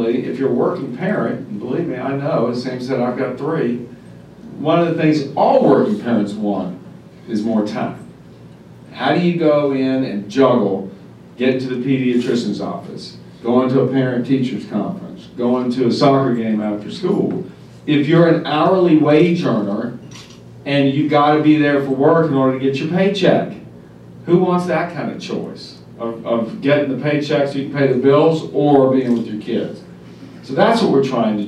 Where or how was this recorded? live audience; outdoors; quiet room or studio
live audience